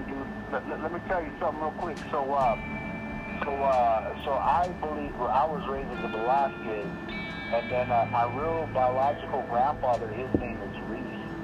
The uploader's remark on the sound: Pretty much phone talk with my childhood friend living in Navajo nation. Drinking alcohol and talkin a bunch.